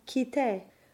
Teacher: quitté, which remains a closed lowercase I in spite of the double T following it